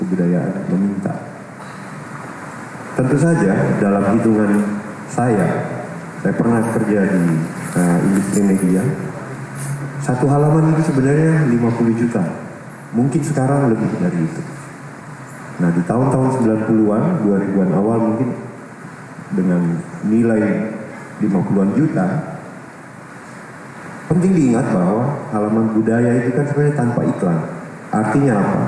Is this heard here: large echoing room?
yes